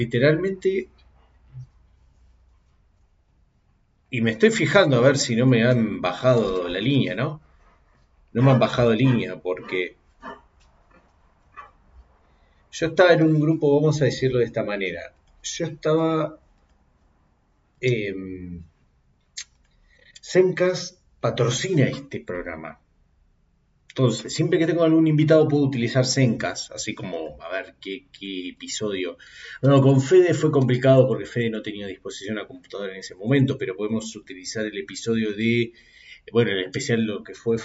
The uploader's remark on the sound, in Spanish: reacciones en vivo dentro de una lata porque no se prendió el micro